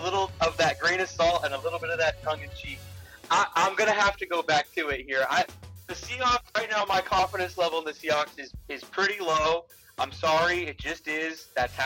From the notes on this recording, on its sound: Dealing with rough audio as we are recording away from the studio.